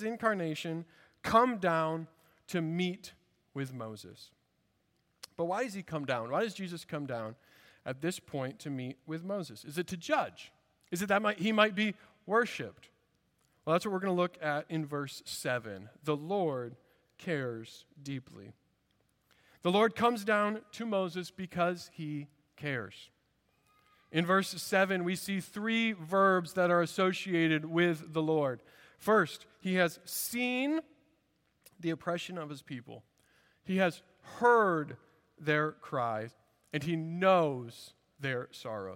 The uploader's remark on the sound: At Redeemer Presbyterian Church in Charleston, SC